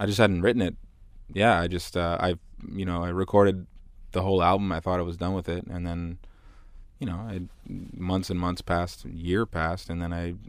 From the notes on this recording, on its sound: crammed ourselves into his tour van after soundcheck with a hot cup of tea